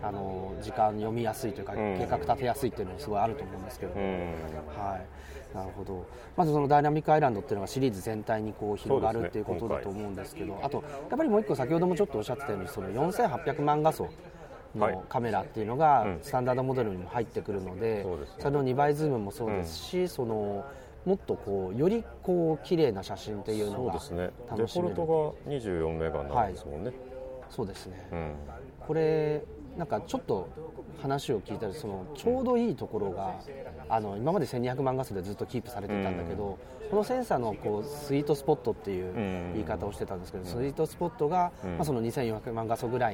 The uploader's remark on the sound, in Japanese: Appleイベント2日目、昼下がりのApple Park Visitor Center屋上で。